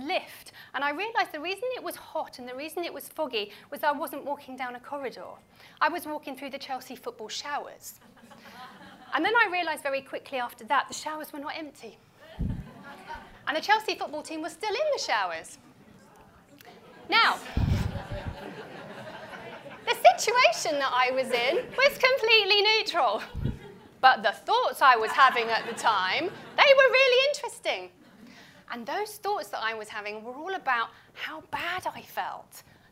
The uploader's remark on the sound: Now, this was a live talk so you’ll hear some laughter and clapping and the sound is a bit different to what you might be use to on the show, but I hope you still enjoy it.